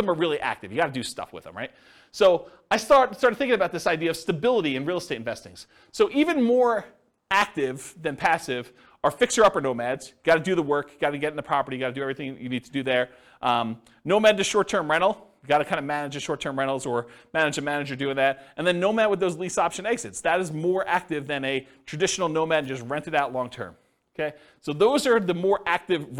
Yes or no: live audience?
yes